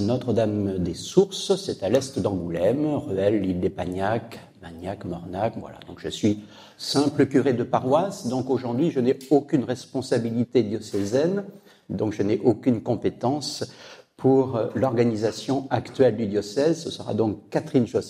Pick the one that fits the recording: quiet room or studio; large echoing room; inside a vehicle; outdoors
large echoing room